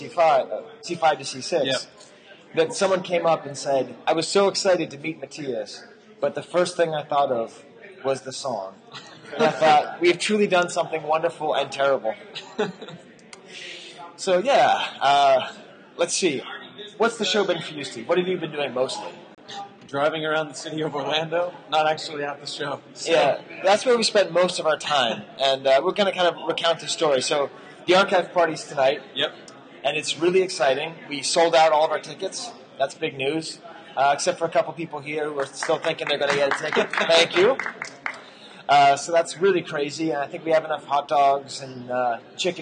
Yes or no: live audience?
yes